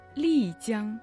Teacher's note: Лицзян. Там Ли произносится в четвертом тоне